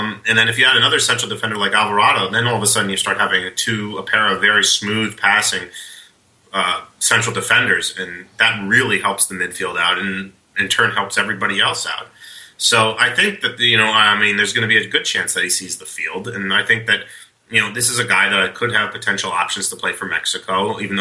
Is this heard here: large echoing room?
no